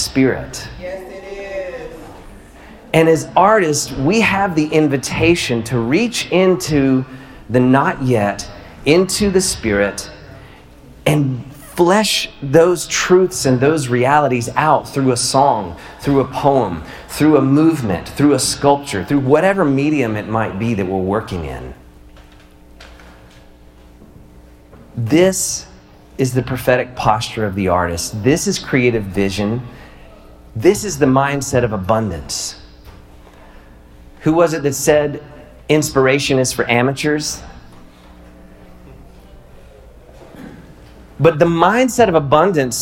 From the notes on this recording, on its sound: Live at The Guild. I wanted to share this live talk with you.